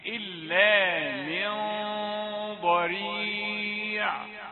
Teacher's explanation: الغنة هذه الغنة وهي داخلة على الضاد تفخم، غنة مفخمة